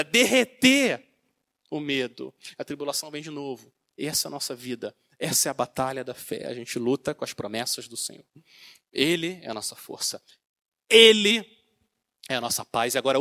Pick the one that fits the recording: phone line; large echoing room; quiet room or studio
large echoing room